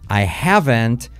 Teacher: Fíjate que no pronuncio la H ni la T.